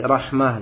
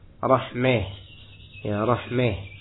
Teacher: Menyondongkan fathah ke arah kasrah. · Shown in: second take · Term: imalah